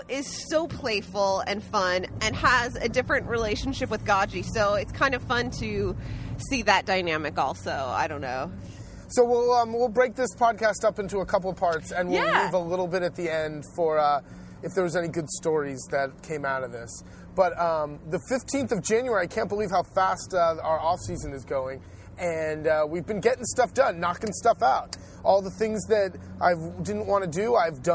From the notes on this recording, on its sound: During a two part podcast, we fire up the mics while driving to Fano.